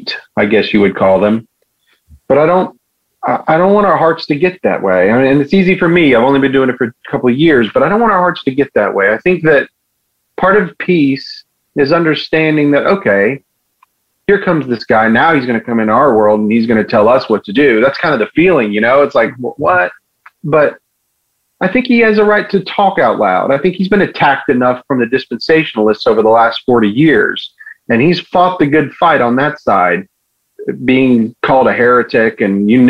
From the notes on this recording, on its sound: joined in by phone to share his thoughts as well.